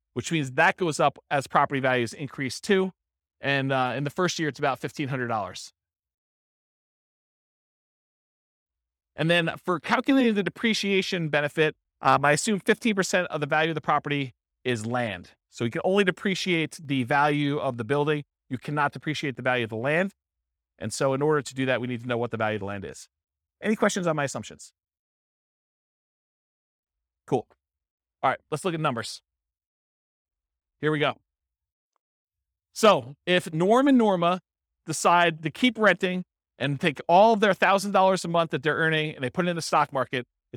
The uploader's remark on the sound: This was a live class recorded